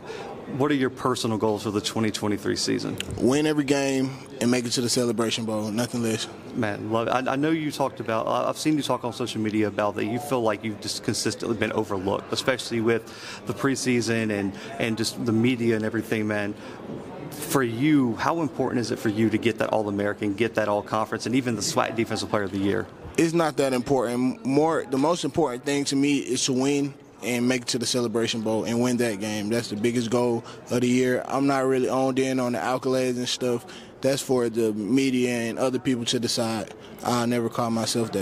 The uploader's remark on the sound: The Bluebloods are live from SWAC Media Day in Birmingham, Alabama.